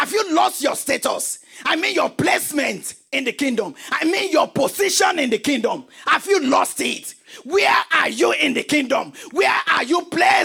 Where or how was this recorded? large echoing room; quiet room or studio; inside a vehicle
large echoing room